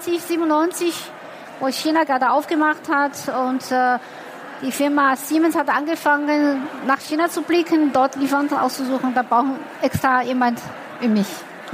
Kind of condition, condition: setting, busy venue